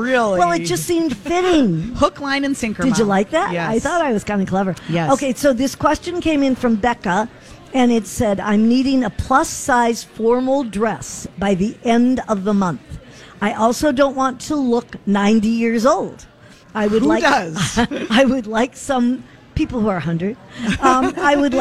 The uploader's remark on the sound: Live at General Store of Minnetonka